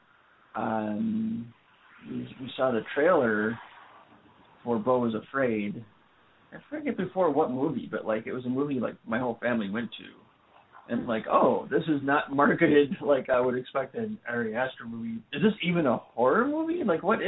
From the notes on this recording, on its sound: A special phonesode!